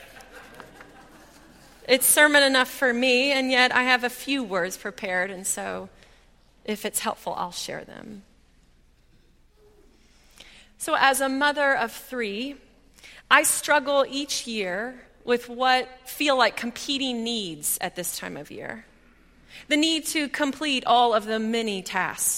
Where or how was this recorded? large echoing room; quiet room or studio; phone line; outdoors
large echoing room